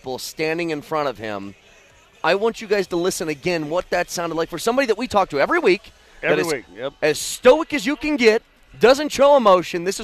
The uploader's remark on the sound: Live from the Nuggets Parade!